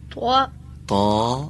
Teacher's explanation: الفش تغییر نکنه، درشت تا آخر بمونه